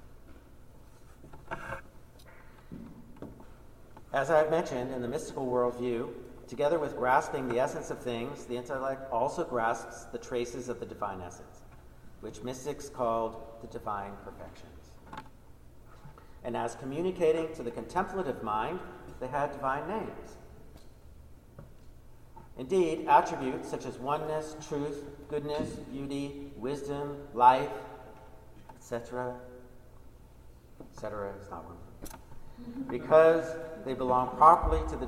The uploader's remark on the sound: Recording of a lecture delivered on June 20, 2018. As part of the Graduate Institute Summer Lecture Series.